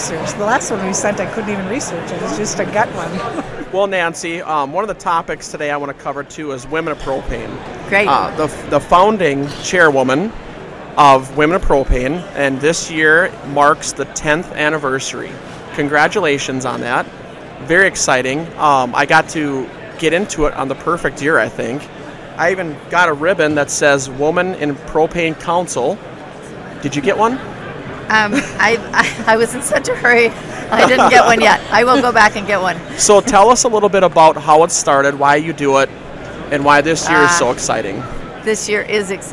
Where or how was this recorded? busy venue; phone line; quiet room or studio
busy venue